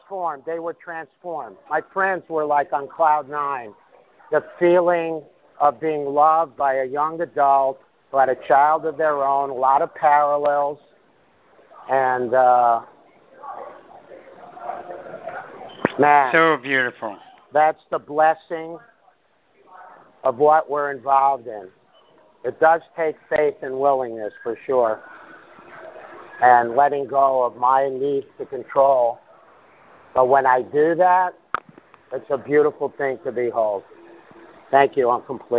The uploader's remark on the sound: ACIM Saturday “Practical Application” Conference Call. On this call, the participants share the shifts in perception they have as a result of applying the principles of A Course in Miracles in their lives.